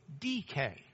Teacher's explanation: Dike is the D, the delta, the iota, the kappa, and the eta, which is a long E sound, or A is the way we do it. But it's emphasized on the first syllable, so it's DK.